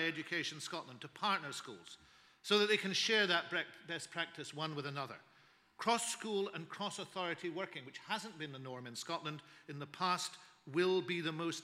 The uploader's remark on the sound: Scottish Learning Festival 2014 - Keynote Speech